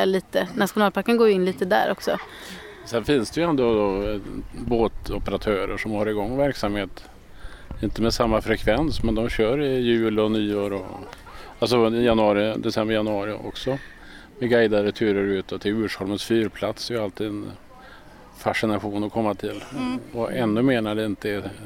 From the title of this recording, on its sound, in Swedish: Live från Kosterhavets nationalpark